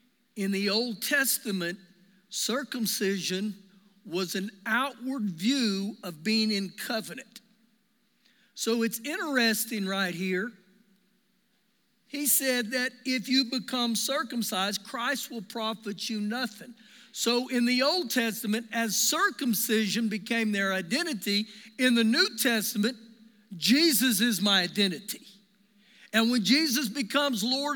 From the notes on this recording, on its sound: Recorded live during our Sunday morning service